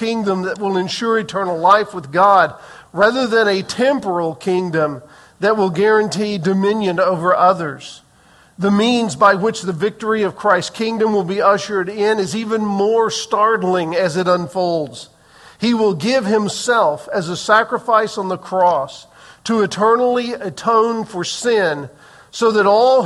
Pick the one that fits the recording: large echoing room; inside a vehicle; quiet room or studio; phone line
large echoing room